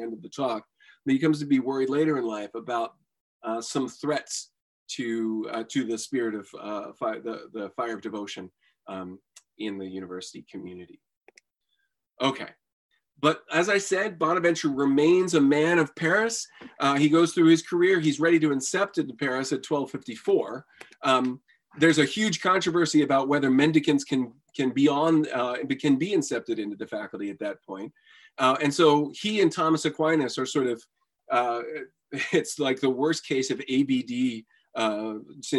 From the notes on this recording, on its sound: A webinar lecture. Part of a spring webinar series.